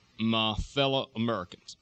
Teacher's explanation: You can hear a kind of a deeper, more bass sort of sound here in the Southwest Texas dialect · Term: throaty resonance